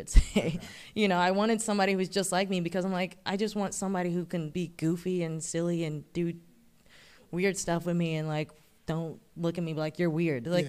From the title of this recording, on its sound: Live Event Recording